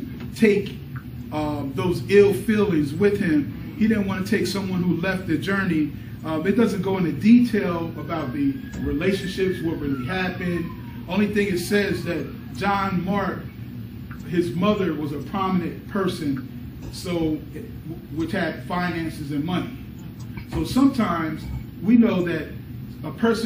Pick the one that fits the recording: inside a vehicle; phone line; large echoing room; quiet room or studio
large echoing room